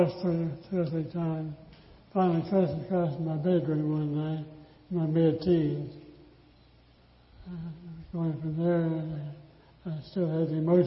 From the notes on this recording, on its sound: This is the audio recording of a church service